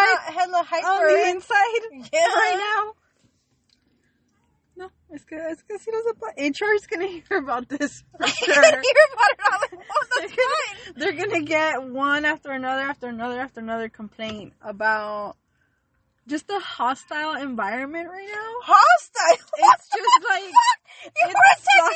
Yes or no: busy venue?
no